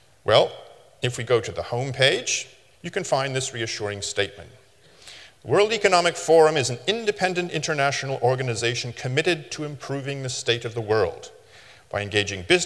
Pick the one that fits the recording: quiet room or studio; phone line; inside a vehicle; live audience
live audience